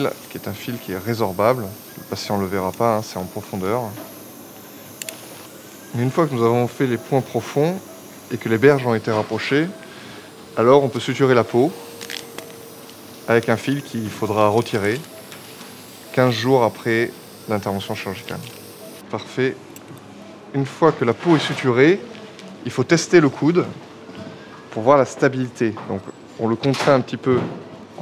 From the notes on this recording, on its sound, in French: Chirurgien spécialiste du coude au CHU de Bordeaux. Les bruits dans le bloc opératoire, ainsi que les interventions du personnel.